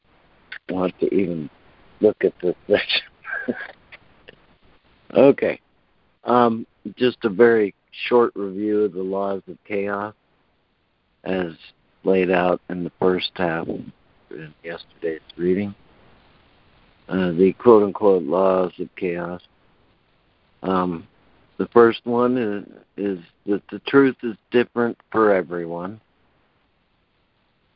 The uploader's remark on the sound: ACIM Daily Conference Call